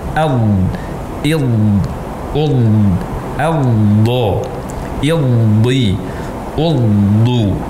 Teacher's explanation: Jadi pengucapan huruf dhad bo, bi, bu, el. Nah, saat mengucapkan huruf dhad bersukun disertai dengan memanjangnya suara el, pengaruh dari terdorongnya lidah kita dari bagian belakang ke depan.